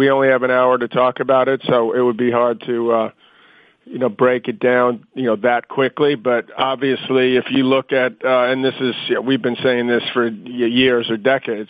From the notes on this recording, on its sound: Wimbledon Conference Call.